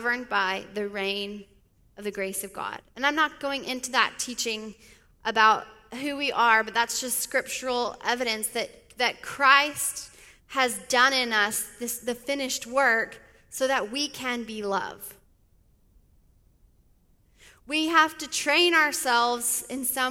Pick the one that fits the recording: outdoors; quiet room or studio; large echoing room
large echoing room